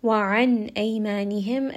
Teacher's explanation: noon is going to have idhar because it is followed by the letter hamza, which is one of the throat letters.